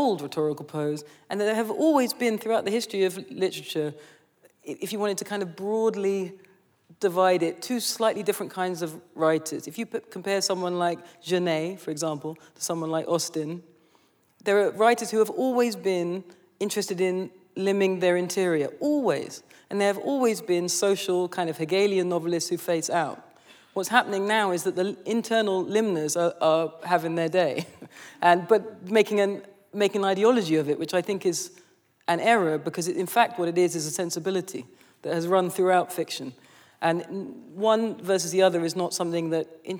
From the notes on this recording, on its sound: The conversation was recorded on December 5, 2019 in front of a live audience at New York's 92nd Street Y.